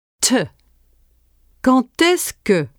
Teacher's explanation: In liaison, the D of quand is pronounced T.